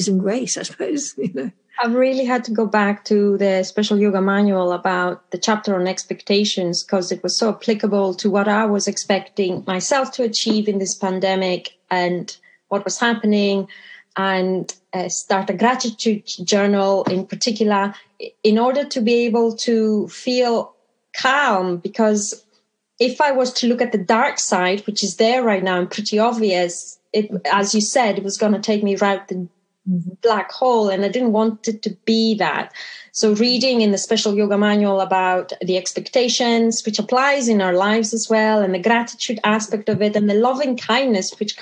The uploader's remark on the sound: I reconnect through zoom